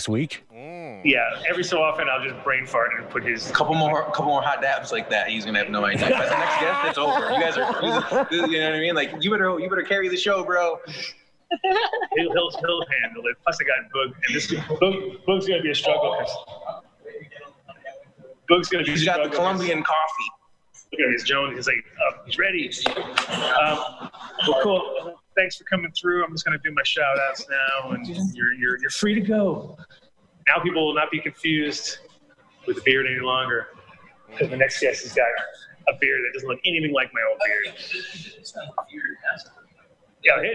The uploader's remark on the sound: Coming to you again from the Sunshine state ADS will be live from #JANLIFE. We shot the show around Super cars.